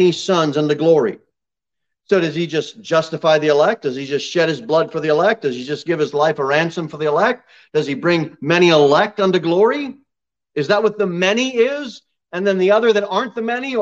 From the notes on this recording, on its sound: Sermon delivered at Pilgrim Baptist Church on Sunday, September 26, 2022 at 11:15 am. Jere Whitson Rd.